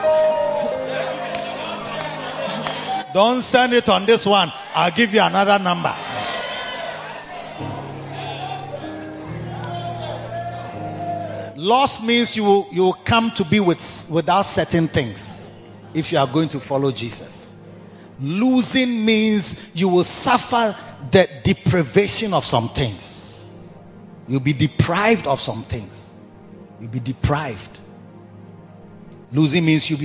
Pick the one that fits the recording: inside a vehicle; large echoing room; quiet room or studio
large echoing room